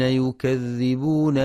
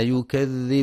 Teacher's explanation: وينتبه لرخاوة الذال في للمكذبين ويكذبون ويكذب